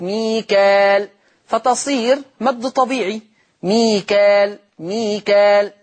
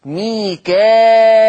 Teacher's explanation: بالألف المادية من غير همزة بعدها، يعني ما فيش همزة بعد الألف · Shown in: first take · ميكال، فتصير مد طبيعي، ميكال، ميكال مد طبيعي.